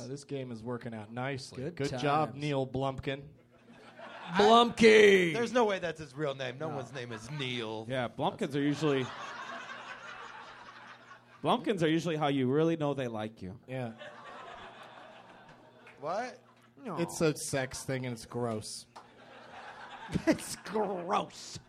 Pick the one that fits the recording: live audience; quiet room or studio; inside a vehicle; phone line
live audience